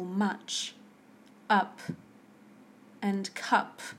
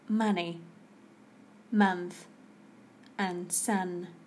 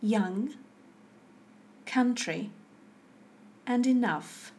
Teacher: a half-open central vowel pronounced with neutral lip position